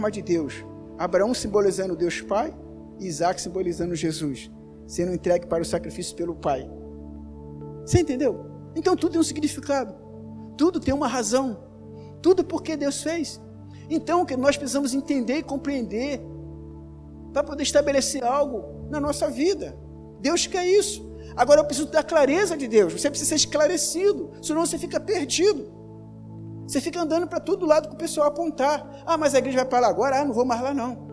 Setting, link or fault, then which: setting, large echoing room